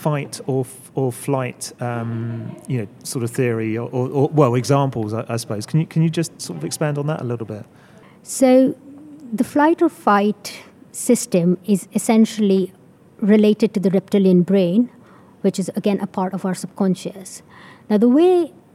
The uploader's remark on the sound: Recorded in partnership with CFA UK from their conference in London. We interviewed the five speakers from the event.